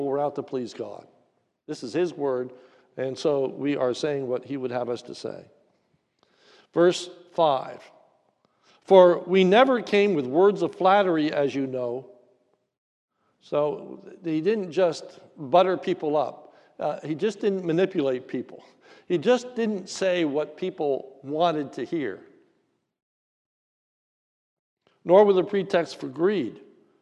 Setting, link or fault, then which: setting, large echoing room